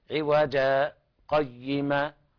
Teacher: في قوله تعالى الحمد لله الذي أنزل على عبده الكتاب ولم يجعل له عوجا قيما، إذا وقفنا على رأس الآية ما في سكت، إذا وصلنا الآيتين وجب السكت عند حفص